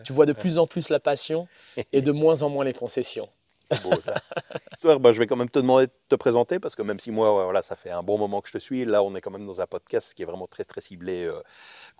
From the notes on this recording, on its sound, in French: Cet épisode a été enregistré lors du second Master Camp Traeger France le 15 octobre 2023.